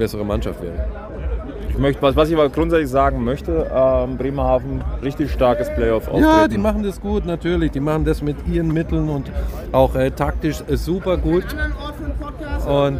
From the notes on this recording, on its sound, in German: Live-Reportage von Viertelfinal-Spiel 3 zwischen München und Bremerhaven. Gehen wir in Viertelfinal-Spiel 3, im Rahmen dessen diese Folge entstanden ist.